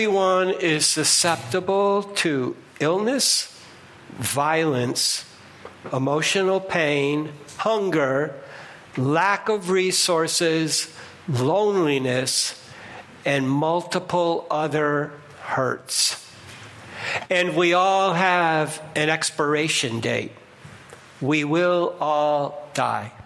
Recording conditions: large echoing room